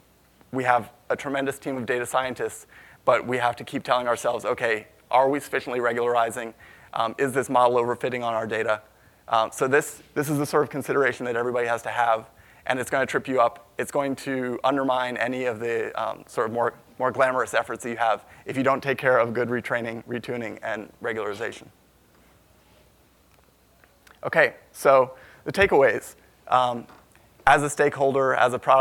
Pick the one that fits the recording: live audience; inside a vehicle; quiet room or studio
live audience